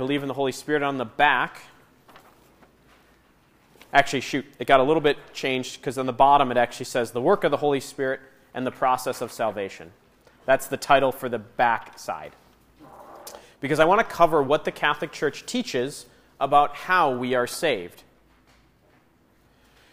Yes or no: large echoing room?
yes